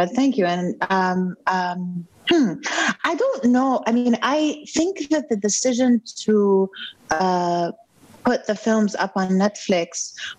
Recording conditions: video call